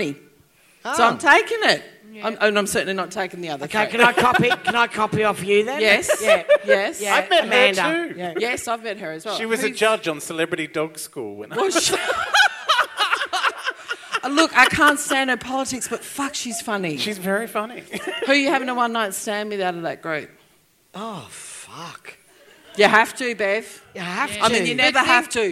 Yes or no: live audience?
yes